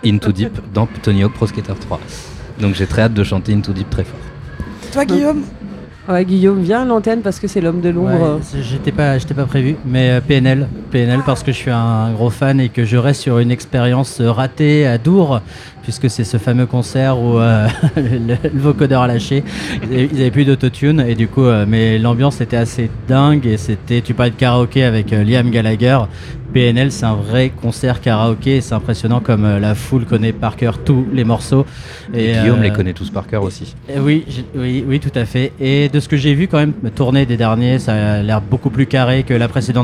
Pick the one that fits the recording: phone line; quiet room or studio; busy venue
busy venue